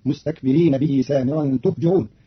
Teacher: قرأ قالون كلمة تهجرون بضم التاء وكسر الجيم، فتصير مستكبرين به سامرا تهجرون من أهجر بمعنى أفحش في القول.